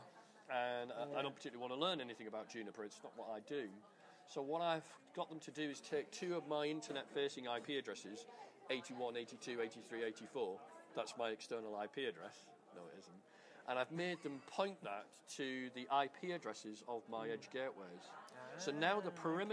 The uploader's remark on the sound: Recorded at the Melbourne VMUG.